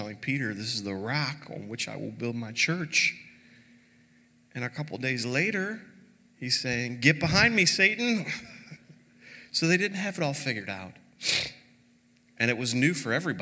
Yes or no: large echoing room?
yes